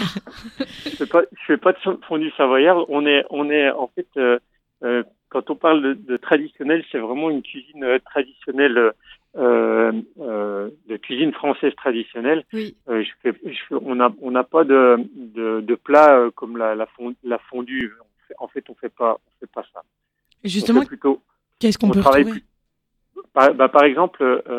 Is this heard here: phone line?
yes